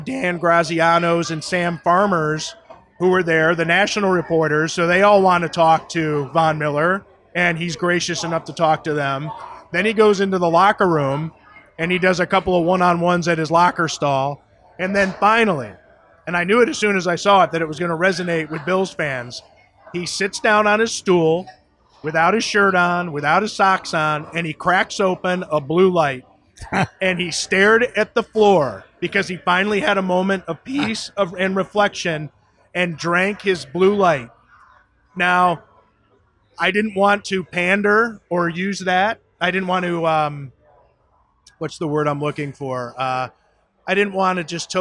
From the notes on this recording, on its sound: a conversation taped live at Imperial Pizza in South Buffalo